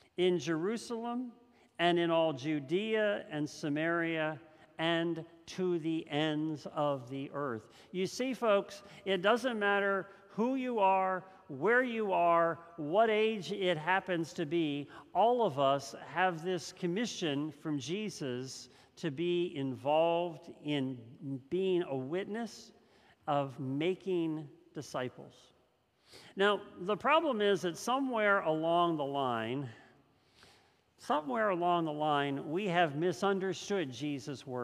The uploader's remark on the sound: This message was first preached on November 21st 2021 at Linglestown Life Church in Harrisburg PA.